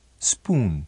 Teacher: Ponga atención y alargue bien el sonido U.